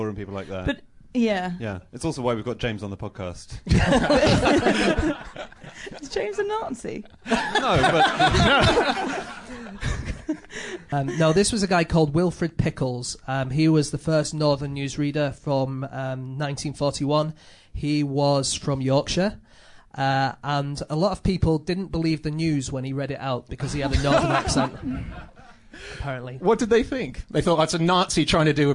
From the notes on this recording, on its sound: In their first ever live podcast recording